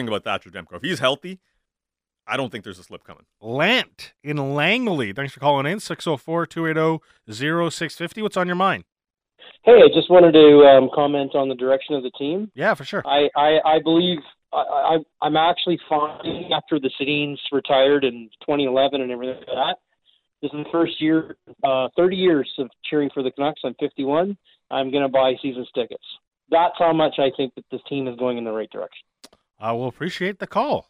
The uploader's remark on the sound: The guys open the phone lines to the people as we get the listeners' opinions on the JT Miller extension.